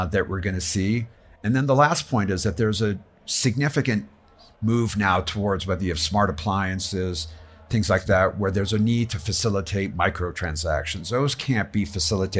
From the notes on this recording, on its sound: A live recording at The Hub by Casper Labs during the WEF's Annual Meeting at Davos 2024. They engage in a live podcast session.